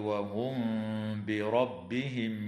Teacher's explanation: تخفى الميم الساكنة عند الباء مع الغنة في قوله تعالى وهم بربهم، بينما تظهر عند الياء في قوله تعالى بربهم يعدلون، وتنتهي